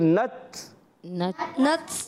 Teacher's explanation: नच यानी शदीदा महमूस हर्फ है, सख्ती से आवाज बंद हो जाए, पस्ती नरमी सांस जारी हो जाए, आवाज आएगी नच नच।